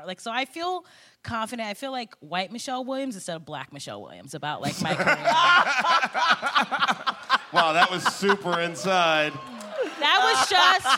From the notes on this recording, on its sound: Coming to you LIVE from San Francisco, it’s Politically Re-Active at Comedy Central’s Clusterfest!